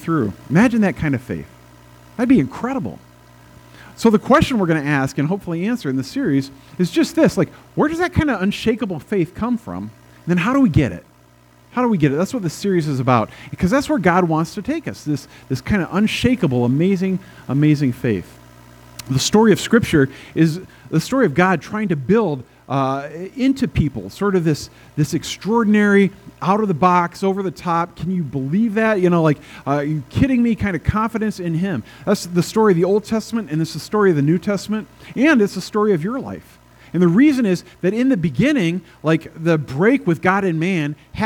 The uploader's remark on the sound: At First Presbyterian Church in Pine City, Minnesota.